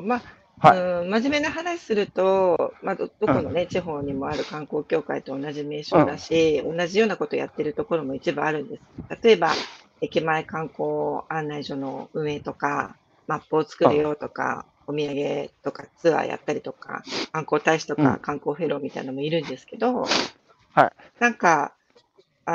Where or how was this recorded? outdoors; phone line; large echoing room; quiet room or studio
outdoors